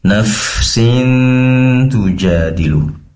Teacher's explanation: Pertama di hidung karena berasal dari sana dengungnya. Kemudian yang kedua di makhrajnya ta, di tempat keluarnya huruf ta, yaitu ujung lidah yang ditempelkan ke tempat tumbuhnya gigi seri atas. Jadi di awal kali mendengung sampai melafalkan huruf ta, yaitu setelahnya, setelah tanwin, itu sudah posisi mendengungnya sudah lidah bertempat di tempat tumbuhnya gigi seri atas atau makhrajnya ta. · Term: ikhfa hakiki